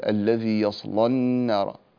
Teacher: هذه اللام مفتوحة وقبلها صاد، وهذه الصاد ساكنة. جميل، توفرت الشروط الثلاثة لتغليظ اللام